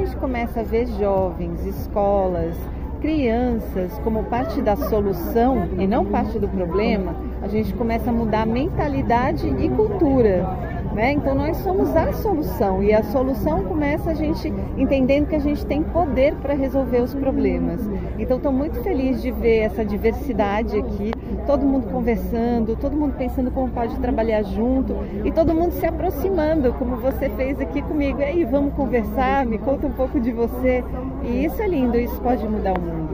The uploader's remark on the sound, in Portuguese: Entrevistas realizadas no festival led 2023